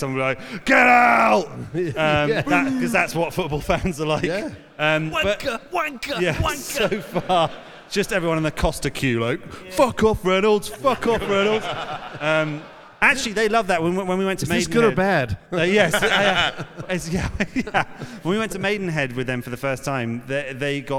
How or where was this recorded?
live audience